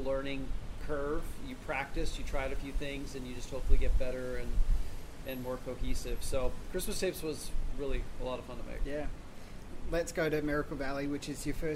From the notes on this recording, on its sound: This interview was recorded in Northbridge so there is some atmospheric sound, and you'll have to excuse the mic dropping midway through, the wind knocked it over.